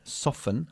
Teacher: Fíjate que no pronuncio la T